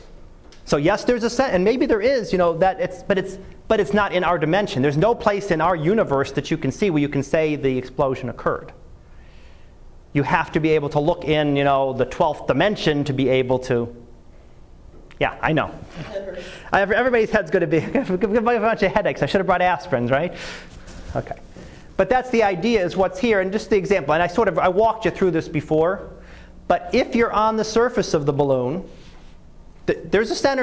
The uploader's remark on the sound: Live Class Lecture